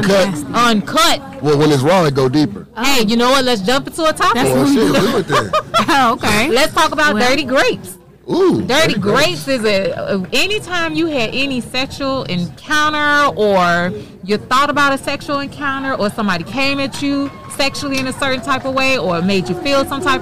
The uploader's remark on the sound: All interviews was LIVE broadcasted at " Making Stride Walk ". All interviews was LIVE broadcasted at " Making Stride Walk ".